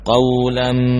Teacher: masuk dengan memanjangkan gunnah, ya, memanjangkan gunnah pada mim tasydid · Term: Idgham bi gunnah